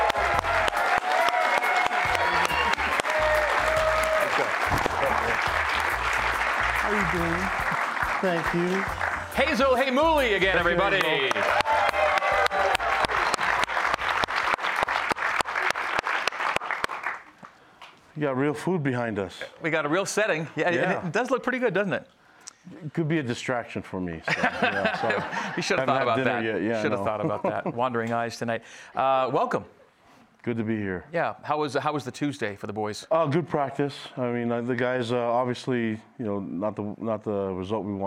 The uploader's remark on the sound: A live audience in Studio C.